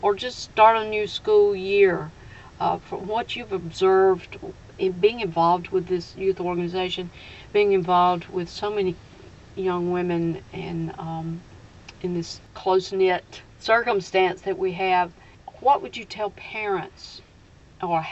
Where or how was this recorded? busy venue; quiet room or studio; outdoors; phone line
outdoors